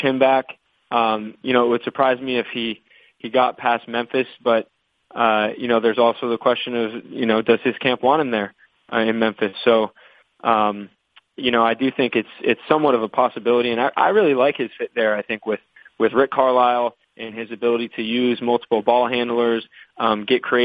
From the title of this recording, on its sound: Conference Call